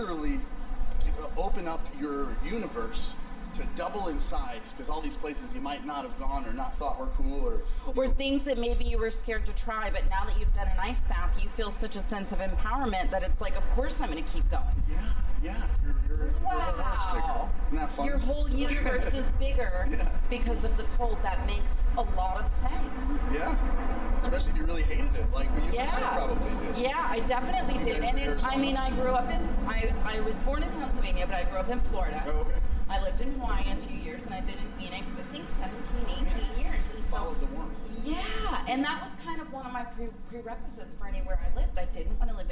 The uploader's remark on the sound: I had a fun walk and talk. In San Diego recently. You will have to ignore, or enjoy, the buzz of the occasional airplane as we chat!